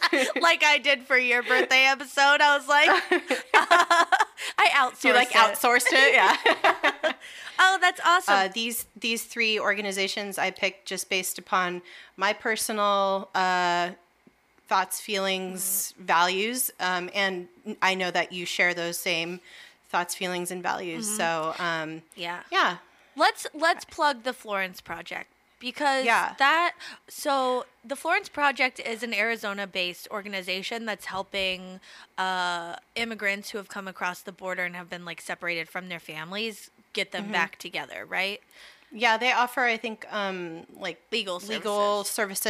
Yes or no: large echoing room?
no